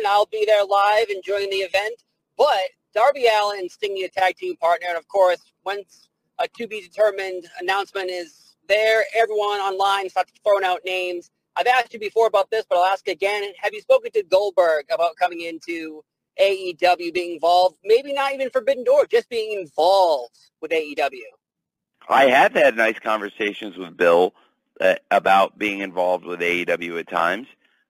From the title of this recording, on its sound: Media Call